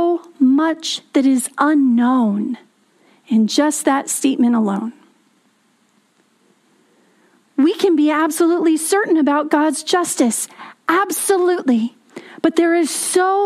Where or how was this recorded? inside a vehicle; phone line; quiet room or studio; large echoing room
large echoing room